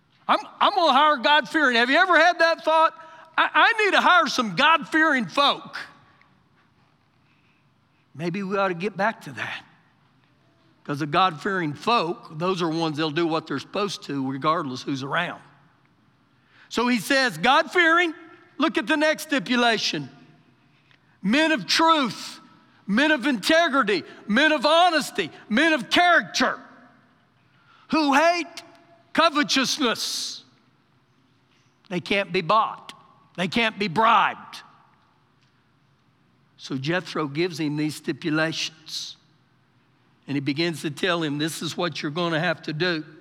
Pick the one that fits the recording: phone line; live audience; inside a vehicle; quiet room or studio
live audience